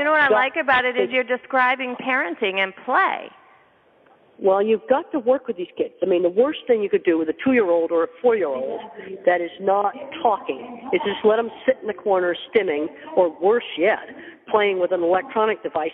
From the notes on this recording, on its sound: calls us from the airport